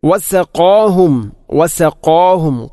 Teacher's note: ഖാഫിനെ ഉച്ചരിക്കുമ്പോൾ വസഖാ ഖാ അല്പം കനപ്പിച്ച് ഉച്ചരിക്കണം. വസഖാഹും, അല്ലാതെ വസഖാഹും അല്ലെങ്കിലോ വസഖാഹും എന്നോ അല്ല ഉച്ചരിക്കേണ്ടത്.